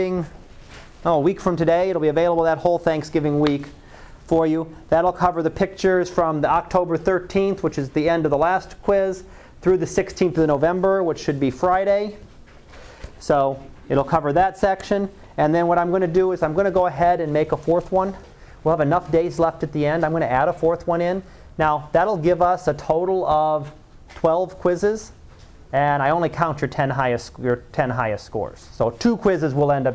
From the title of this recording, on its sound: Live Class Lecture